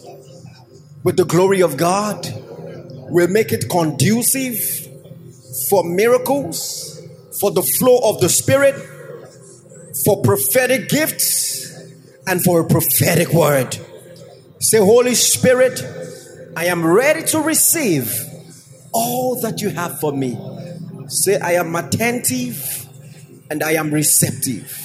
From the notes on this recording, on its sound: A powerful sermon delivered. During Gracemade Christian Center's Grace Conference, commemorating the church's 5th Anniversary.